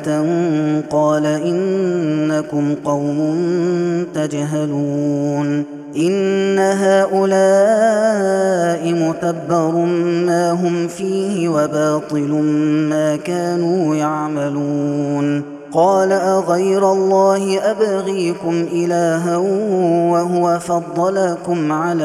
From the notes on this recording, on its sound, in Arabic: هذا التسجيل من صلاة التراويح